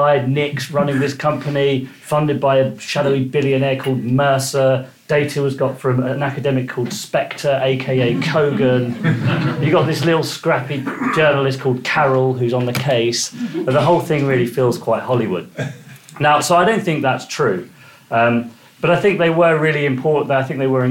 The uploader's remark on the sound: In front of a live audience. This week's episode of Free Exchange is an edited version of that conversation.